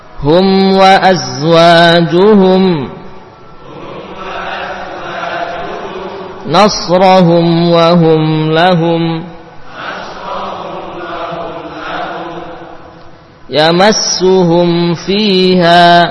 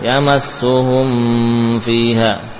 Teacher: Mim sukun bertemu dengan fa. Mim dan fa keduanya sangat dekat makhrajnya. Mim dari bibir atas bawah, fa dari bibir bawah dan gigi seri atas, sehingga kadang tanpa terasa menyamarkan, menambahkan gunnah.